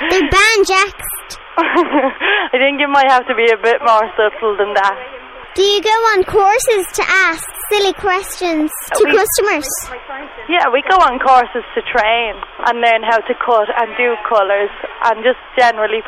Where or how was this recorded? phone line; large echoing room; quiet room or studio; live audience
phone line